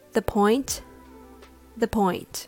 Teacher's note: Notice the is very short and subtle. You can barely hear it. You can barely hear the word.